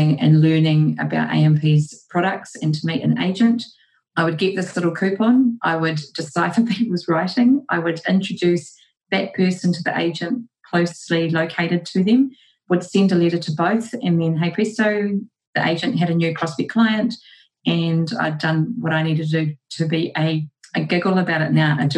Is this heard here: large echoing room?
no